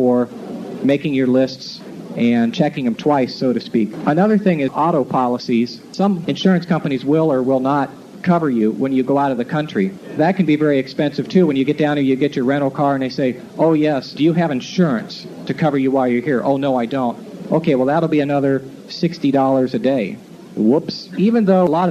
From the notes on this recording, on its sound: an excerpt from his 1997 Dayton Hamvention forum talk